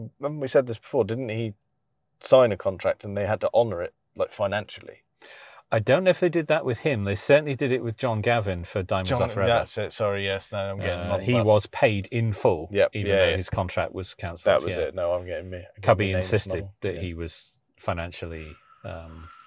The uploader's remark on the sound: new car while we're out for a spin!